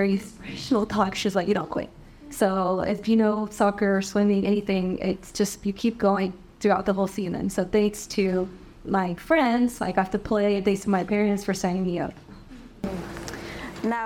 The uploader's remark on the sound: our very first “Live Recording” episode